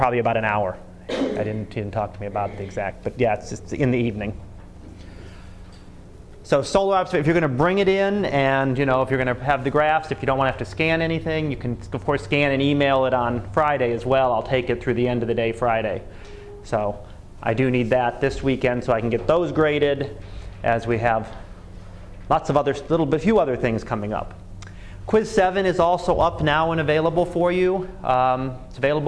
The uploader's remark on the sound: Live Class Lecture.